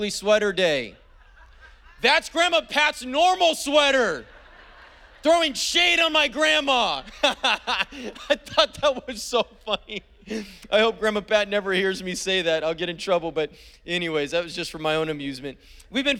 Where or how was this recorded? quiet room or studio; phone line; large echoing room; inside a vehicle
large echoing room